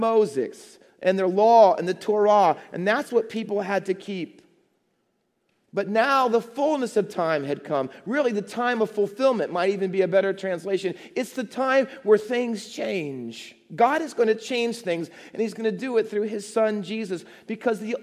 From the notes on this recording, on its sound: Faith Baptist Church in Hamilton, NJ.